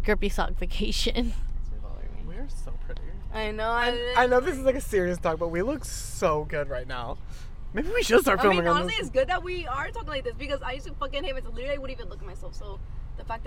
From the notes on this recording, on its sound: Road Trip Special! This week we film our journey while on the way to Charleston.